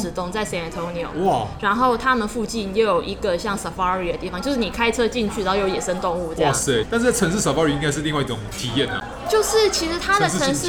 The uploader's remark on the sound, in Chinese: 本集白噪音指數：微風級 2/5。錄音地點： Toasteria Cafe 吐司利亞 - 永康店。